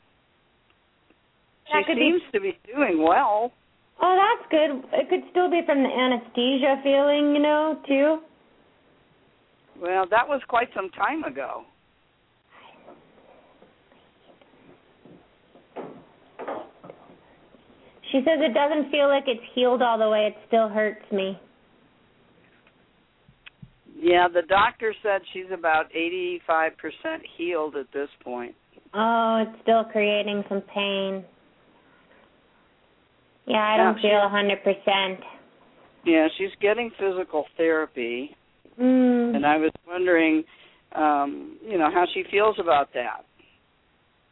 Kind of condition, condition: link, phone line